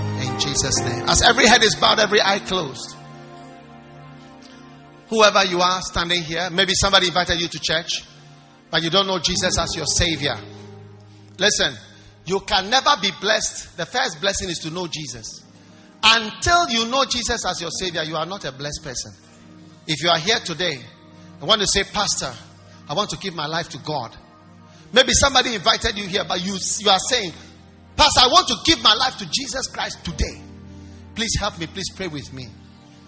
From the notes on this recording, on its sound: Preached at the First Love Church, University of Ghana